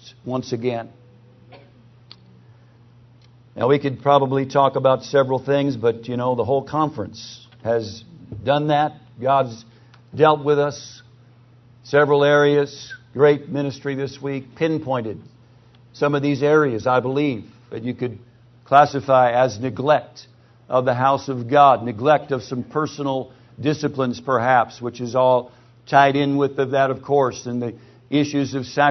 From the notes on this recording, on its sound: PREACHED IN NW BIBLE CONFERENCE 2008